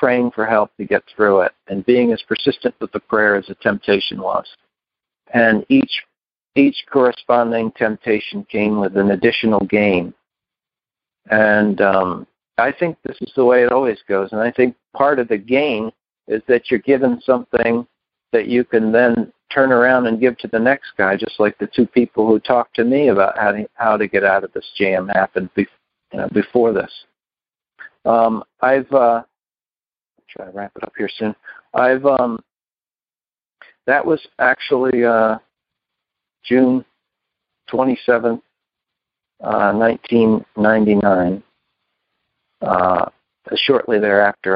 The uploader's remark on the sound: Upstate New York. Noon Phone Speaker Meeting.